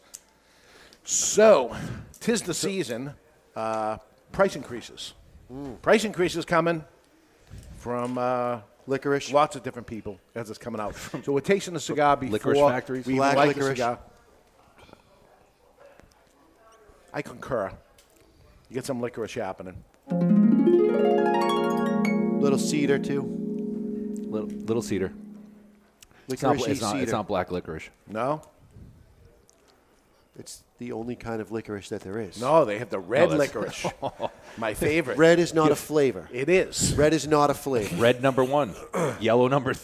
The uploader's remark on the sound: This week The Cigar Authority broadcasts live. The Cigar Authority is a member of the United Podcast Network and is recorded live in front of a studio audience at Studio 21 Podcast Cafe upstairs at Two Guys Smoke Shop in Salem, NH.